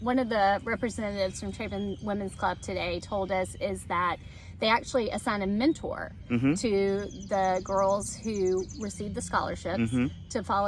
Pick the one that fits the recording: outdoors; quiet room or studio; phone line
outdoors